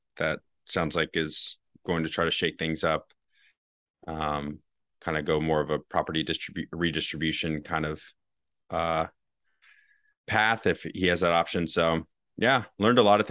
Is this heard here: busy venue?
no